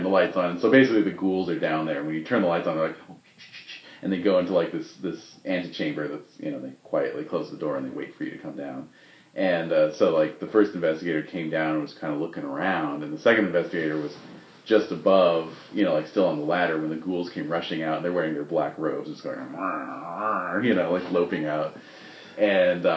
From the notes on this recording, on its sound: This special "Los Angeles chapter" incarnation of the Esoteric Order of Roleplayers. Apologies if the volume level is a little dodgy; I was obliged to record directly off my iPhone, precariously perched on a Coke can.